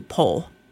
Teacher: using a vocalized L, I may say something closer to pole, where it sounds like a W at the end.